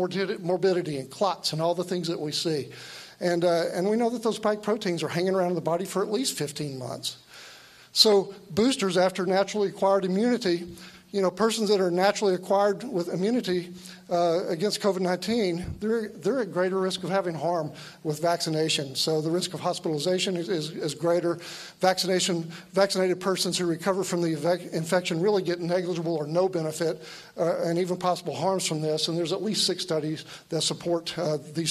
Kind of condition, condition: setting, live audience